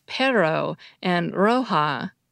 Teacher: the sound system of Spanish includes the rolling R you hear in the words perro and roja